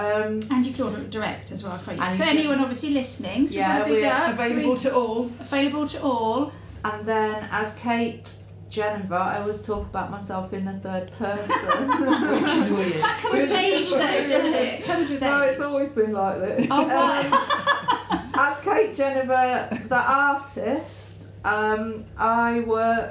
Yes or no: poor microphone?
yes